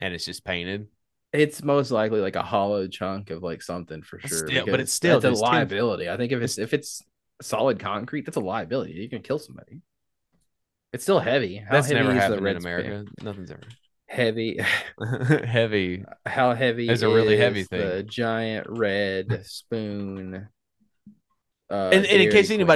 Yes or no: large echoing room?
no